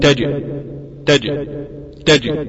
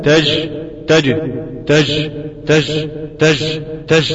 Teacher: الهواء ده بيحول بين الالتصاق المحكم ما بين وسط اللسان وبين الحنك الاعلى، وده بيخلي في الجيب شيء من الرخاوة، وهذا ليس من الصحة في شيء، فإن الصحيح أن تكون الجيم شديدة · Shown in: first take